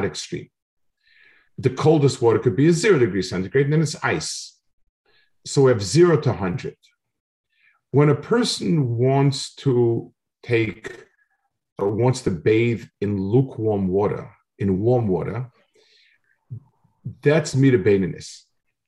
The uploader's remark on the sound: This shiur take place over Zoom.